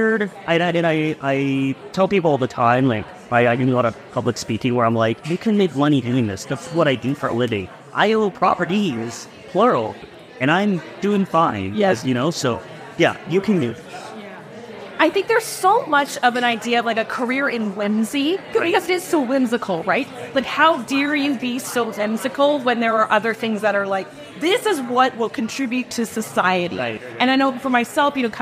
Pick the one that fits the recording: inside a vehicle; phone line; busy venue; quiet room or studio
busy venue